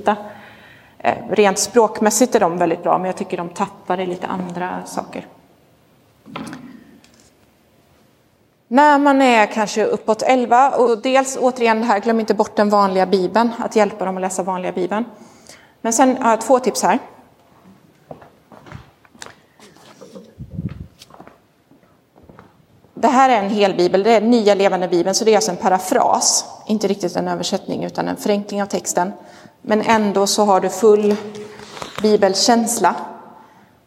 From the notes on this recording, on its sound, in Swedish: Inspelad i Roseniuskyrkan den 23 oktober 2022.